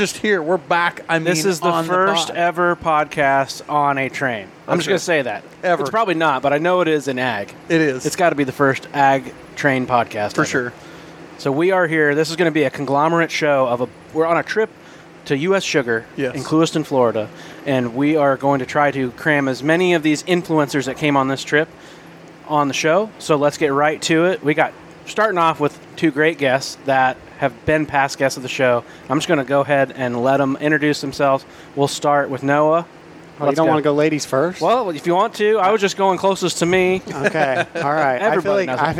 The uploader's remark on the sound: Recorded on a Train Full of Creators. Aboard the Sugar Express.